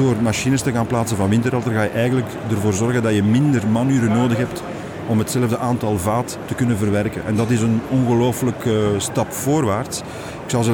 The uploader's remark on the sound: Horeca Expo Live